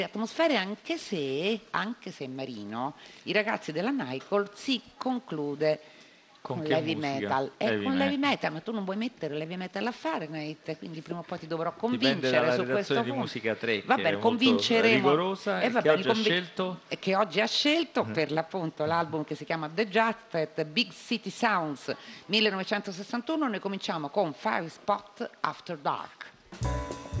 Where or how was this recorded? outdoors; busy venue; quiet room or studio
busy venue